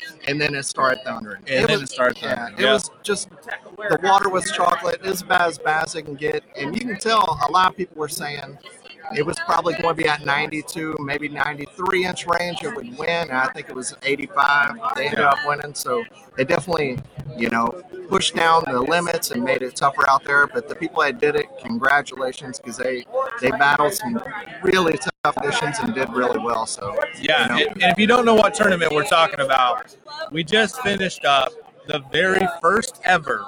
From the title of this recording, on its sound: Reel Down Live From The Bass Master Classic